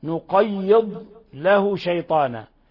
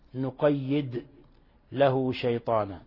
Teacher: ويبدل الضاد يبدلها دالا، ومن يعش عن ذكر الرحمن نقيض له شيطانا، فيقرأها نقيد له شيطانا، فهنا أحال المعنى وغير صفة التلاوة.